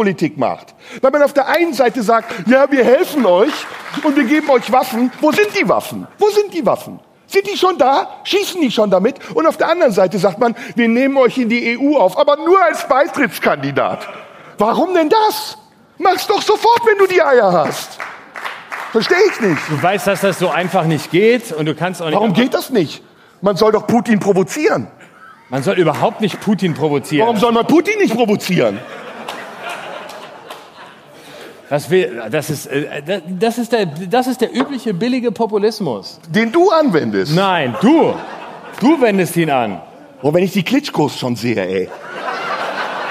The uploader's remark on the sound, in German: Live im Tipi. Vor Publikum im Tipi am Kanzleramt. Dabei spielt die glühende Hitze im Zelt eine Rolle.